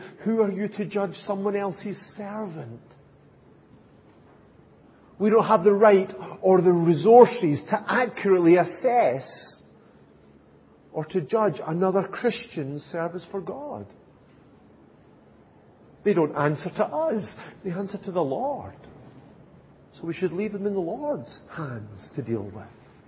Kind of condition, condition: setting, large echoing room